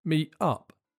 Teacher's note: there's a good chance that the T at the end of meet and in the middle of later would be replaced by glottal stops. A glottal stop is a complicated way of saying that the word stops quickly.